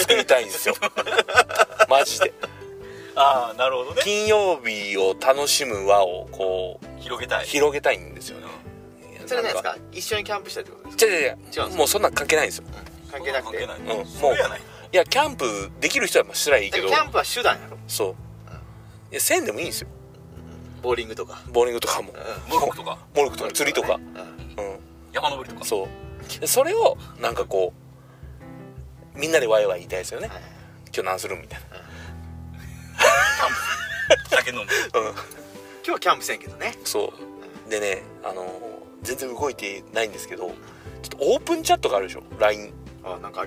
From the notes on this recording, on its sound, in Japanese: 福岡県岡垣町にあるジビエ料理屋べんけいに行く車の中です。金曜日の焚火会3人で収録です。